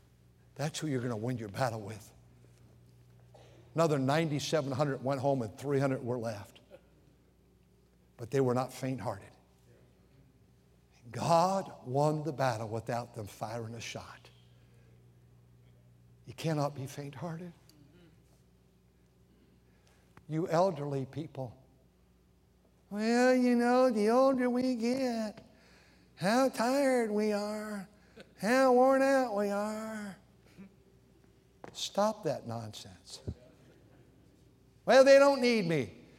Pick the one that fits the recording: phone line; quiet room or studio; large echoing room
large echoing room